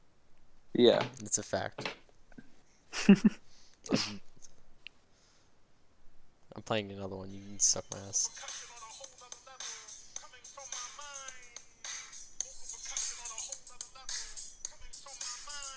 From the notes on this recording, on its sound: no shortage of talking over eachother and bad internet connection